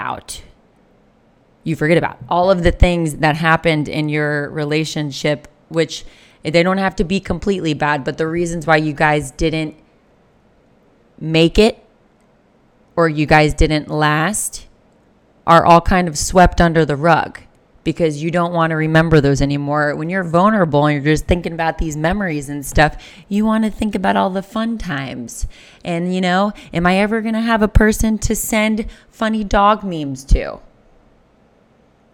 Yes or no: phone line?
no